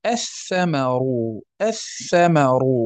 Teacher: أدغمنا تلك اللام في الثاء، فأصبحت الثاء مشددة بسبب إدغام اللام الساكنة في الثاء